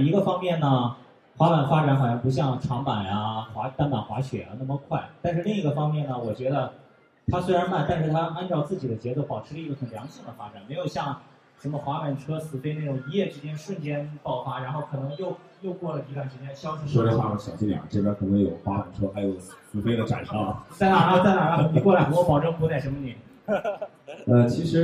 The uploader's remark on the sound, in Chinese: ISPO Beijing 2015 现场特别版。全球最大的体育产业行业展会 - ISPO 北京 2015 的现场录制了一期特别节目。